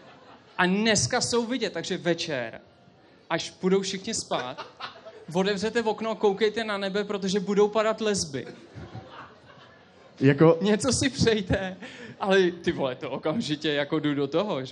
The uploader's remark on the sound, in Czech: 16 - Na dotek (ŽIVĚ). Proběhl náš první podcast před publikem, které zaplnilo holešovický Vnitroblock tak, že se někteří nevešli. A omlouváme se i za horší kvalitu zvuku.